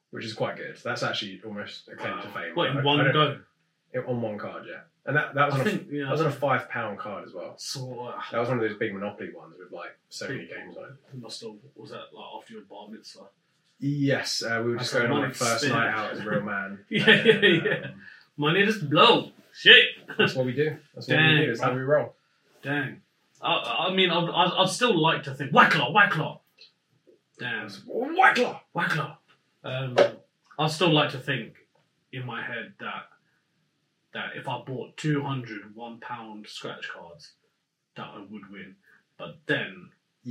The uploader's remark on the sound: Mics weren't working despite being plugged in.